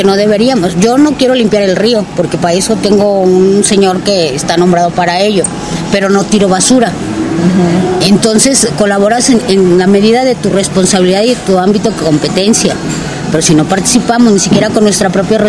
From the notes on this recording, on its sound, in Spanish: Una interesante reflexión entre café y ruidos del pueblo con un intelectual de Lagos.